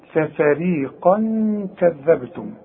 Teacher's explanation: والقاف هي العالية قوي في التفخيم